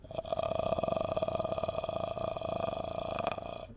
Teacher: Although we could do a really slow trill at the glottis, like so. That glottal fry is an instance of a slow period trill.